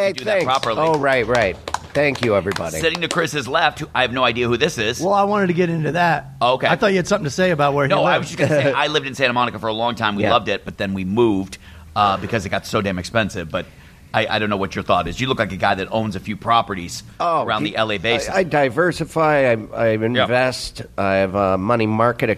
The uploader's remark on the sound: put together a podcast in Phoenix, AZ at The All Things Comedy Festival